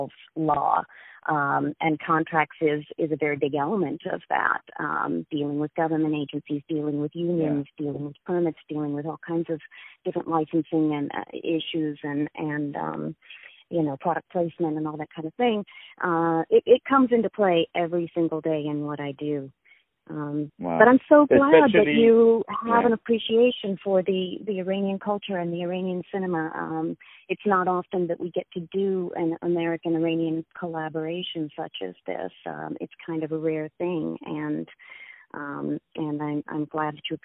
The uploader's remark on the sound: On the phone.